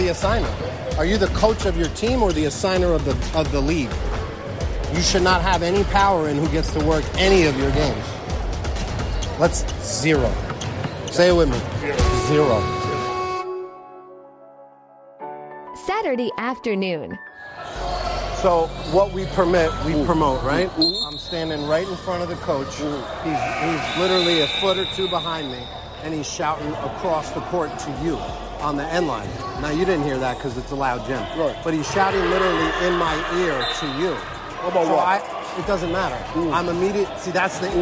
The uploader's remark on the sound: LIVE FROM: House of Sports. Featuring instant on-court reactions from the officials.